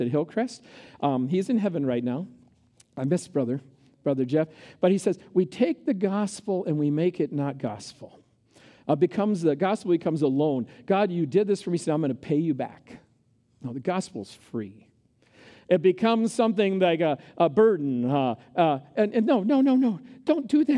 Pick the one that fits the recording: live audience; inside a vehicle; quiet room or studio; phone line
live audience